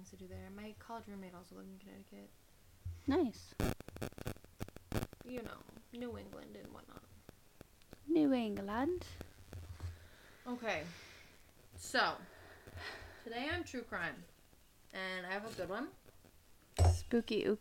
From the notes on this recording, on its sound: We had “hella” audio problems but that’s ok.